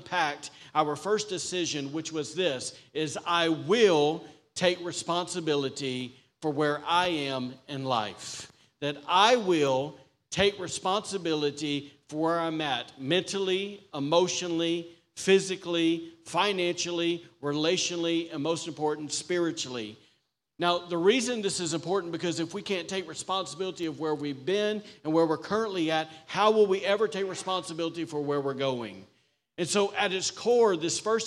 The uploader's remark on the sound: was recorded on Sunday, November 5th, 2023, during service at The Anchor Church in Rockport, Maine.